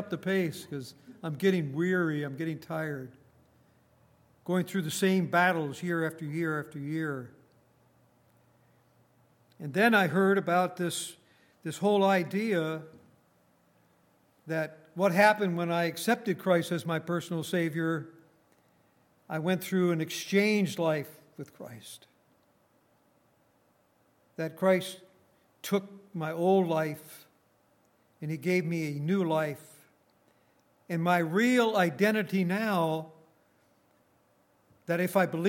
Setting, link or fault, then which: setting, large echoing room